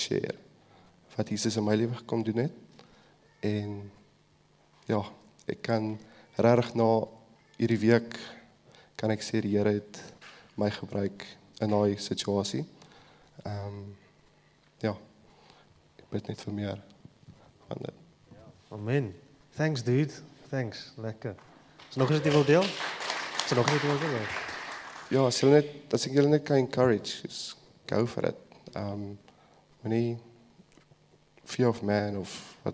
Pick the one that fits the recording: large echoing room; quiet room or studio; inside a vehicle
large echoing room